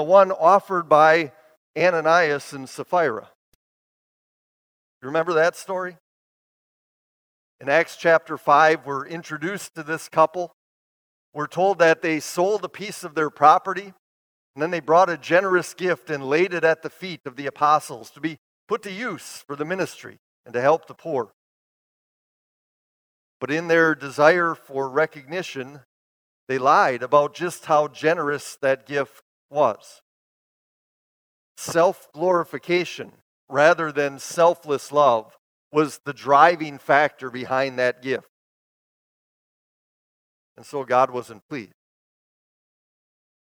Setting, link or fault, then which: setting, large echoing room